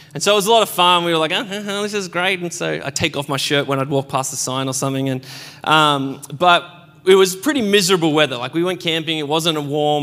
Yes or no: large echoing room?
yes